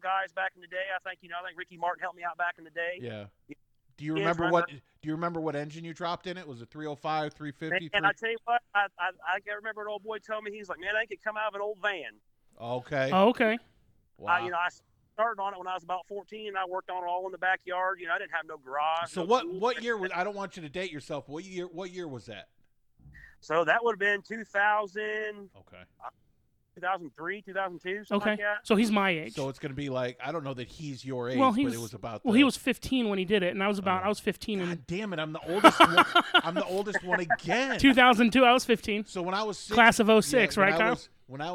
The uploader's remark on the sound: via phone